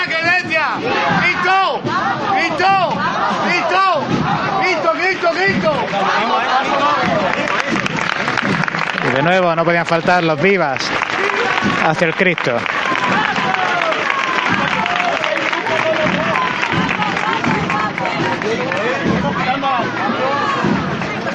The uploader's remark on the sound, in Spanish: Momentos previos a la salida de la Cofradías. En directo con las oraciones previas a la salida de la Clemencia, y apertura de las puertas del templo. Interpretación a voz y guitarra para acompañar los primeros pasos del Caído en el interior del templo.